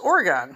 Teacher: You've got a glottal stop in the middle of it.